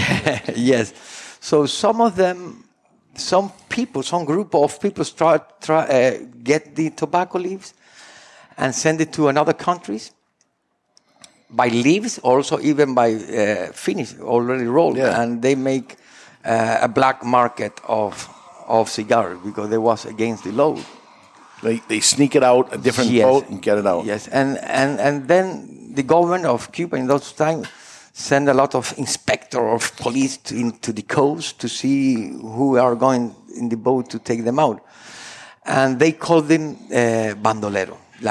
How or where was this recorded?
live audience